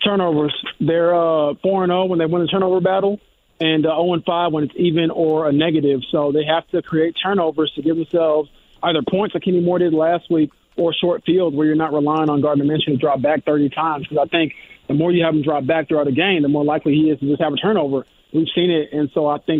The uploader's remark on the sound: take listener phone calls